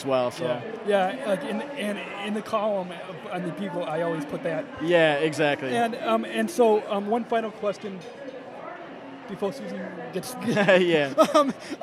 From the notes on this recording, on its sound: SCP145: Meet SEASPAR Friends LIVE at 2015 Believe & Achieve Banquet. Recorded and broadcasted on location at the Abbington Banquets in Glen Ellyn, Ill.